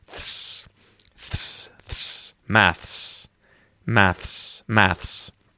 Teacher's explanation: So, practicing that and knowing that there are those two consonant sounds next to one another, and that you should feel the tongue kind of go from the TH and then slap up into the S sound in your mouth.